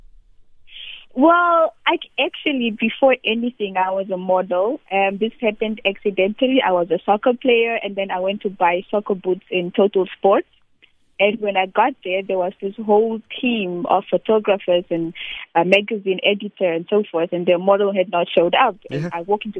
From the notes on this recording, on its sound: Essential information and interesting every day subjects interspersed with Music and the occasional phone in.